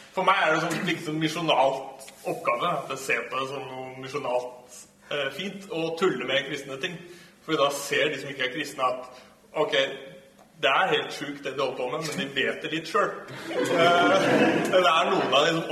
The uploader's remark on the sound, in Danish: LIVE fra Oslo-forbundet. Publikum og god stemning.